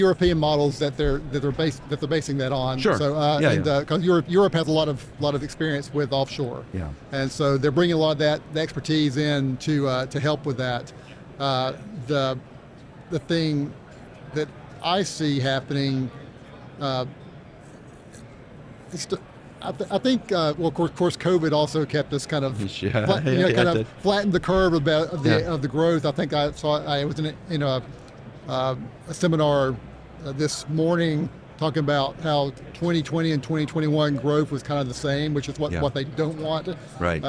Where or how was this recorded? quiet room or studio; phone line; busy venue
busy venue